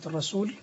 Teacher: في الوقف على اللام، لام هنا مرققة